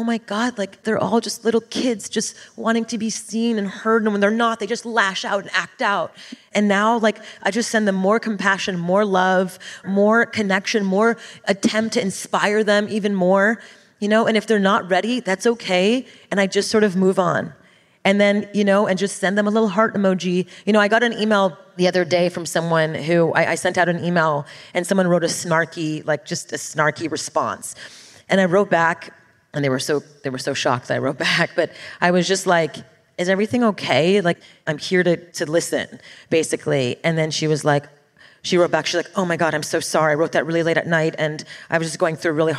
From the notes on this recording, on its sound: Live bonus Q&A session.